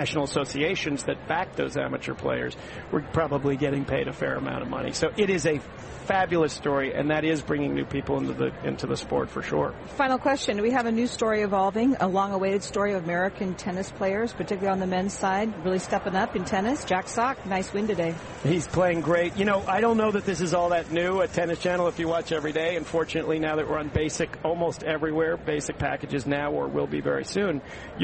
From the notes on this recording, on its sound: Live from the 2016 US Tennis Open in Flushing, Queens NY.